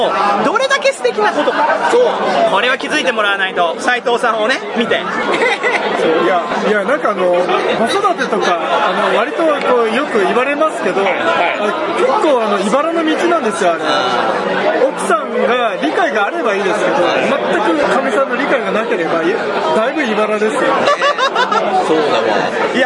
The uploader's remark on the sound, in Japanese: 店内収録のため、騒音雑音が激しく入っております。